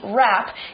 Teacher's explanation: Now just remember that when we use the letters W and R together, we only hear the R sound